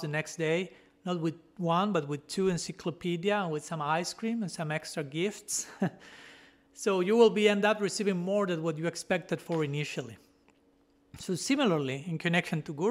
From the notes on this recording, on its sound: given at Radha-Gopinatha Mandira on March 7, 2023